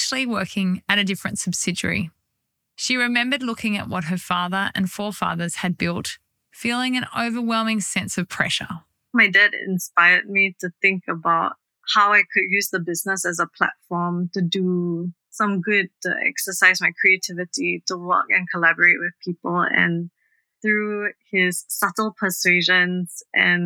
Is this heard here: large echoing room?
no